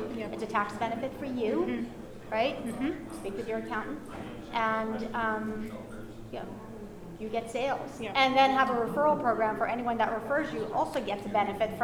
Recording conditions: busy venue